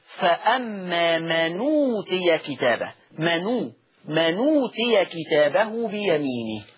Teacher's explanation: حذفت الهمزة، حذفت الايه؟ الهمزة. والضمة اللي عليها اتحطت على النون، الضمة اللي عليها اتحطتين على النون، فيصير النطق فأما من أوتي كتابه، من أوتي كتابه بيمينه، هكذا. · Term: النقل